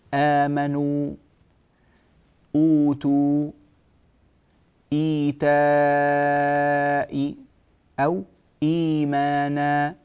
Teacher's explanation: قصر يعني بمقدار حركتين، يعني لا نزيد فيه مدا كثيرا، وإنما نأتي به على وضعه الأصلي · Term: القصر